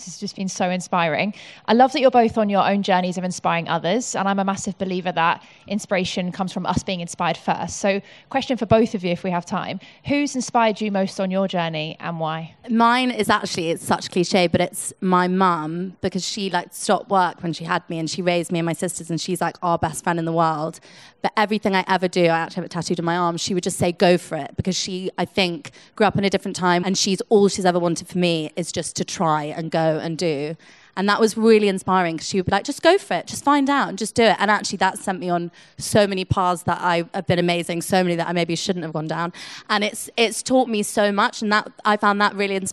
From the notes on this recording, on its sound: Live from Happy Place Festival. This episode is recorded from Happy Place Festival in Chiswick.